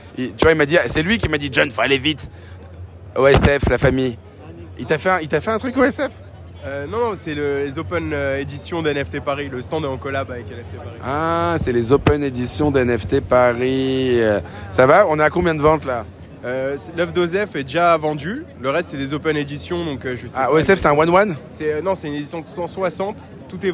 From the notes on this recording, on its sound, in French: Live from NFT Paris. Enregistré en faux direct depuis NFT Paris ! Lors de notre passage à NFT Paris, nous avons eu l'occasion de nous promener de stand en stand pour mener des interviews en direct.